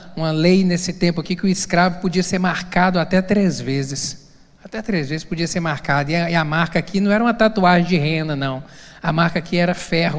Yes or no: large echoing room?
yes